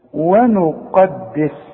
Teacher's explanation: القاف مفخمة، وفي كلمة مشتركة فيها حرف مفخم والباقي حروف مرققة